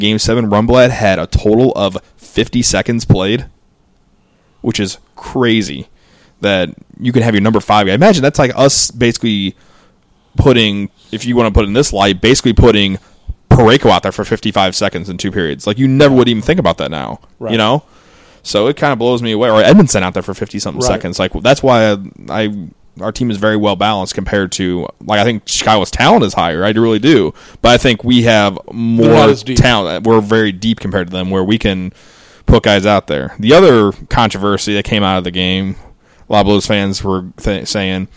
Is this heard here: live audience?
no